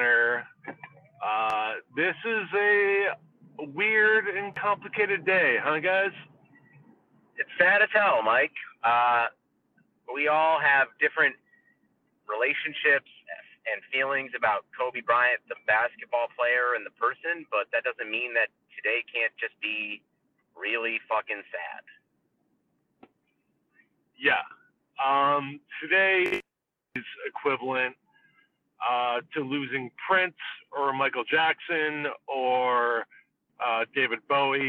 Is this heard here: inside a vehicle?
yes